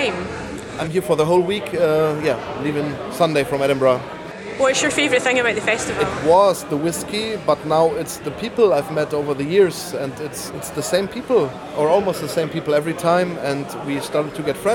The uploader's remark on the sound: Feis Ile. Everything you will hear was recorded at the festival.